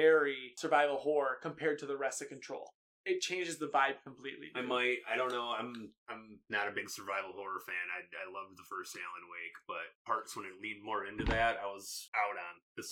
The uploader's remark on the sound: SORRY ABOUT THE AUDIO ISSUES IN THIS EPISODE